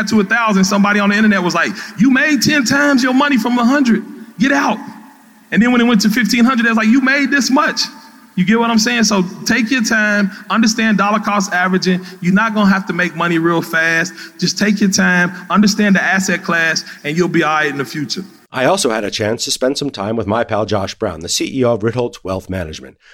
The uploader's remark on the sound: Live from InvestFest. The Express steamed down to Atlanta for InvestFest by Earn Your Leisure.